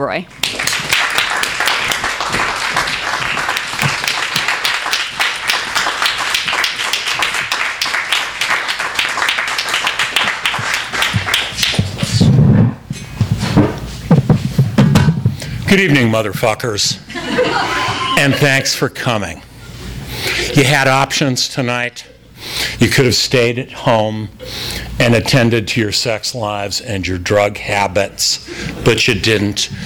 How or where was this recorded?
live audience